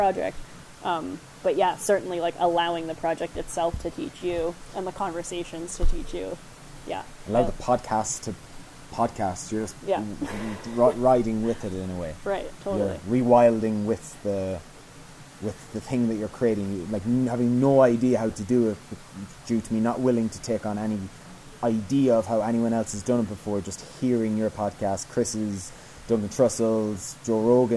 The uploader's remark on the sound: Enjoy the waterfall background sounds.